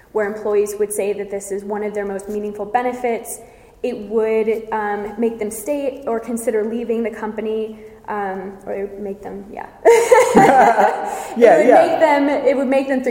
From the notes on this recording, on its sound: recorded live at the Health & Benefits Leadership Conference